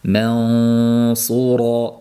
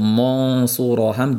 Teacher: Ma ingichka, sot yo'g'on. · Shown in: first take · Ayni paytda mani ingichka qilishim kerak ekan deb og'zimiz yoyilgan holatda qolib, ixfosi ham ingichka bo'lib qolishligi kerak emas.